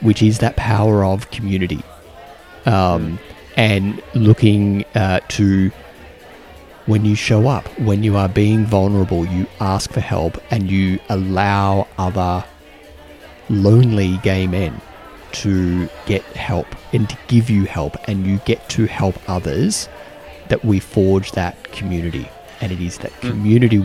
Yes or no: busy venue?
yes